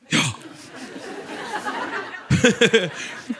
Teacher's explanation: bruden svarte sitt forelskede ja på innpust